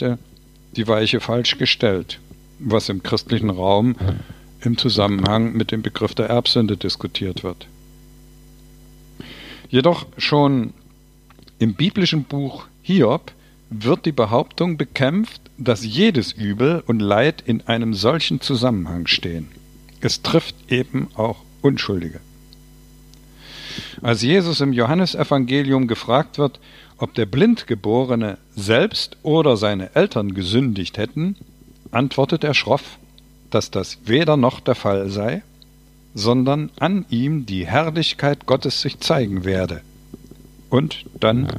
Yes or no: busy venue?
no